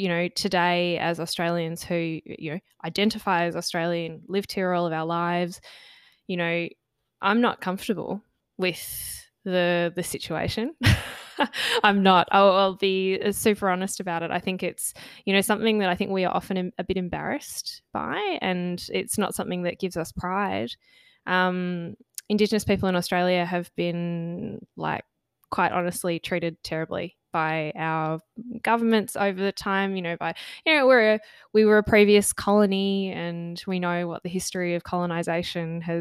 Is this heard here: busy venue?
no